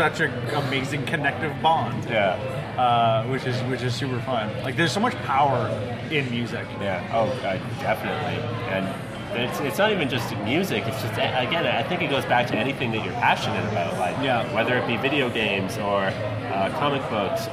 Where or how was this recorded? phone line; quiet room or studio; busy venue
busy venue